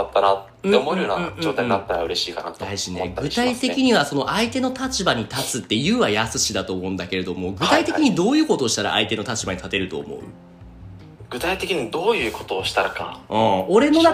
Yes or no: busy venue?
no